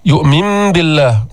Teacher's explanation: قلبنا النون الساكنة ميما عند الباء، هيدا حكم القلب، مرة معنا أيضا بغنة بدون تشديد، الغنة بمقدار حركتين.